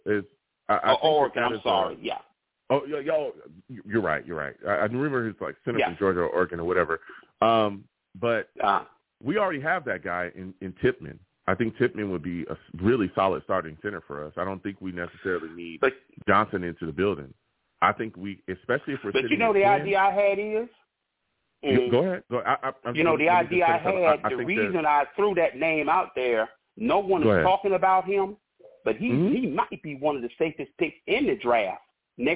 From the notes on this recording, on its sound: I take live callers!